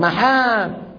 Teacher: بقيت الميم مشددة لكن الدال طارت · Term: الاقتصاد بالجهد العضلي